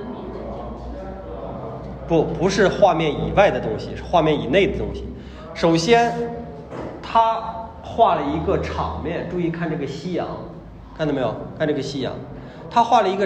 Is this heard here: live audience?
yes